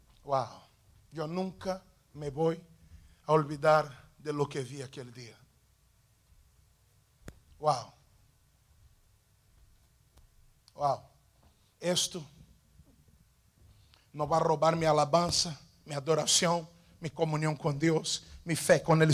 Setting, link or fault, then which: setting, large echoing room